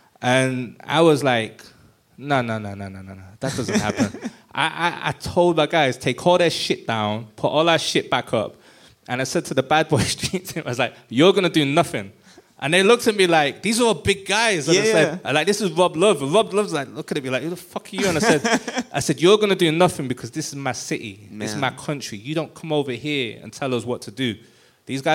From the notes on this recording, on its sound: LIVE in London, England in front of a sold-out crowd at the Hoxton Sq. Bar & Kitchen.